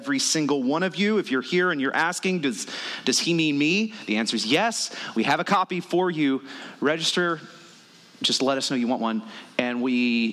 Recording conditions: large echoing room